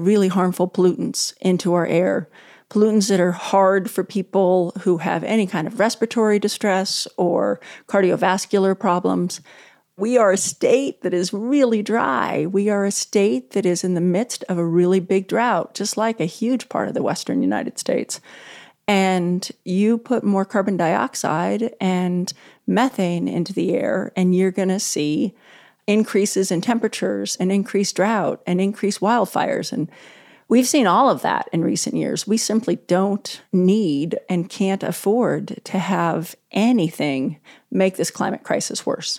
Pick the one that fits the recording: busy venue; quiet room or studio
quiet room or studio